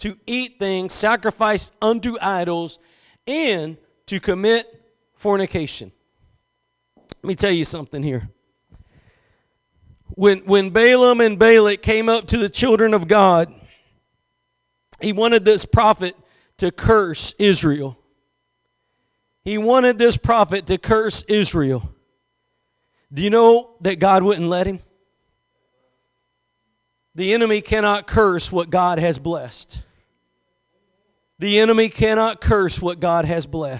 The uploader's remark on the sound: Preached at Gospel Lighthouse in Bossier City, La.